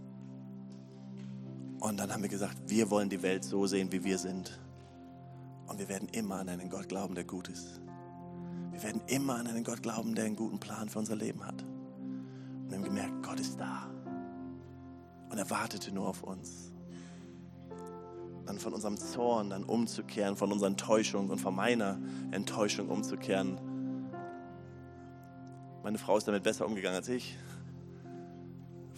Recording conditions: large echoing room